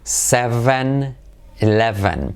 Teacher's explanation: la V hay que hacerla como una F pero activando las cuerdas